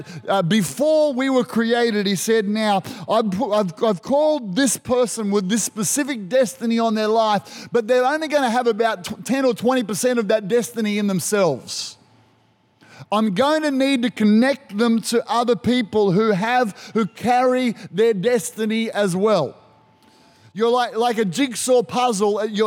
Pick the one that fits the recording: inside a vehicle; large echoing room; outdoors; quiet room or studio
large echoing room